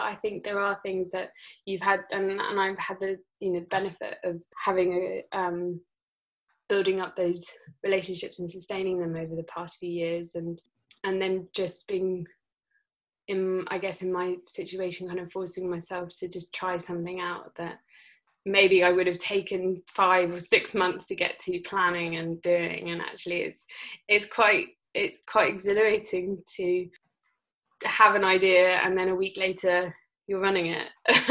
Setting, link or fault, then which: link, video call